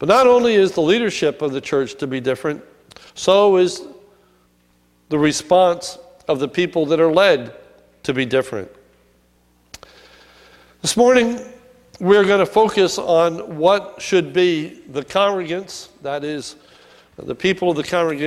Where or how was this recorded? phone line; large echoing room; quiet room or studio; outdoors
large echoing room